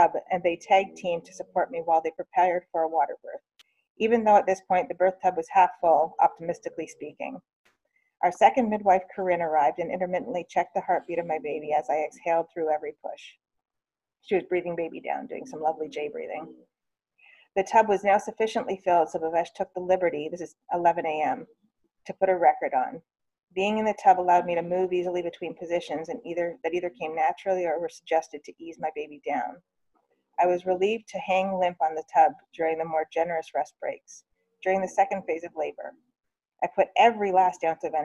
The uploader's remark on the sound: During a snow storm The Doulas got together in a zoom meeting and talked about so so many things.